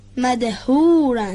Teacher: های جیمی رو دقت بفهمید، گرفتگی صدا از وسط حلق